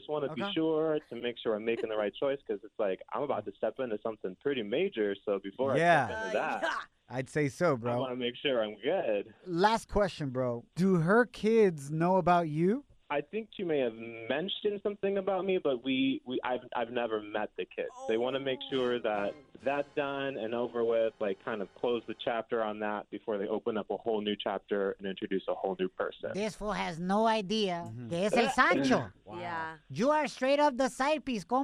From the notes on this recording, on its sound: A listener called